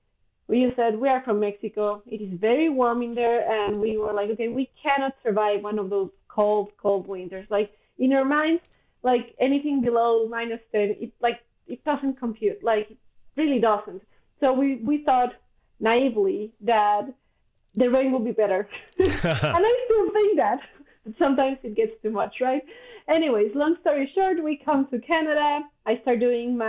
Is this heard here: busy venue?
no